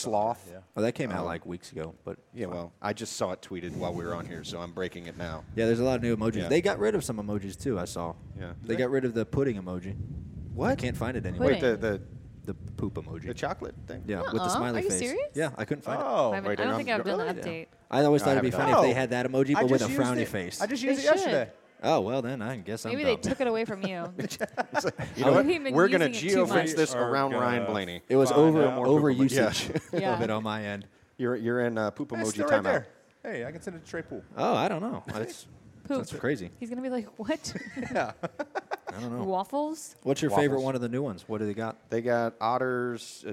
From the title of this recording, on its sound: Live from Daytona